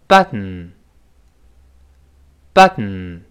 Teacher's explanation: 舌尖顶住，舌头不爆破，不出气儿来，从鼻子出气儿，我们读一下这个发音。bat，bat，注意读完 bat，舌头顶上去要发那个 t，但是舌头憋住气，舌头没有， · Term: 鼻腔爆破